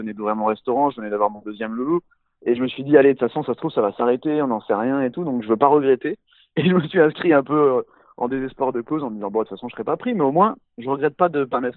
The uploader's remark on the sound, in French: Au téléphone